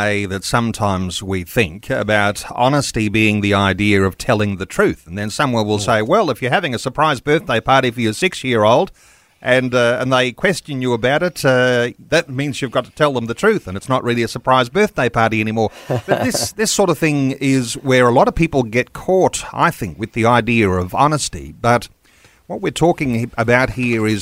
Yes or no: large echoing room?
no